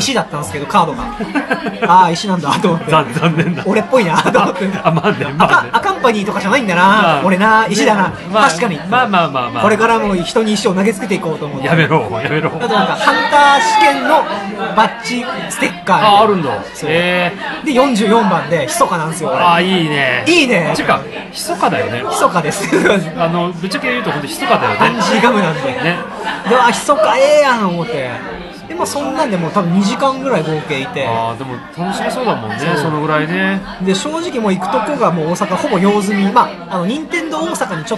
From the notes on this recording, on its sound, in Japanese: 居酒屋で収録したので飲食店の騒音感があります